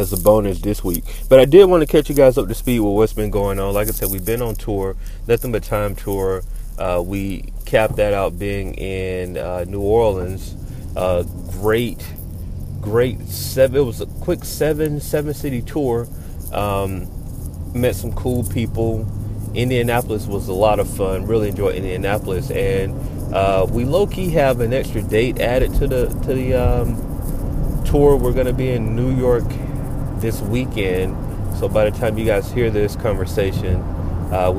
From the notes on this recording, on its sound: We recorded this one while sitting in rush hour traffic.